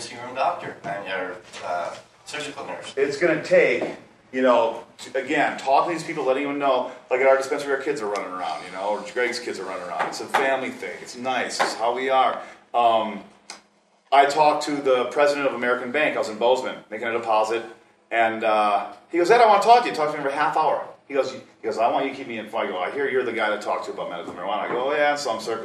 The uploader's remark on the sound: This is some audio from a Northwest MMGA meeting in Kalispell Montana from back in early October.